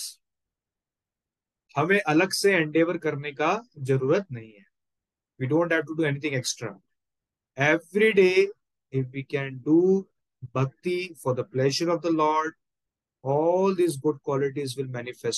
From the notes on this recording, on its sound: Zoom recorded session